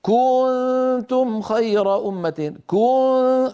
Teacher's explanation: التطويل الزائد لزمن ضمة الكاف يؤدي إلى توليد واو، وهذه الواو حرف، ليست هذه الواو في التلاوة، لابد أن يقول القائل والقارئ كنتم ولا يزيد على ذلك. · Term: التمطيط